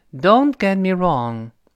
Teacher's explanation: don't 那个 t 失去爆破。get 那个 t 也失去爆破，因为爆破以后面都出现辅音了